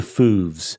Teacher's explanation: Well, there's an oo sound. So it's rounded lips, sort of front of the mouth, long vowel.